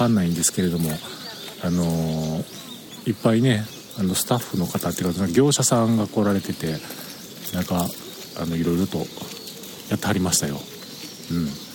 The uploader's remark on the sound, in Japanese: 音声は鳥居をくぐったすぐの場所でしたが、明治神宮、とても良いですね！